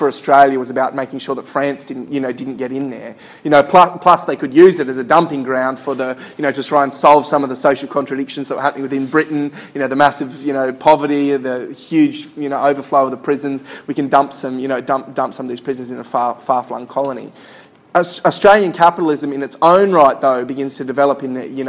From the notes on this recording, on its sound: Recorded at a Solidarity meeting in August 2013.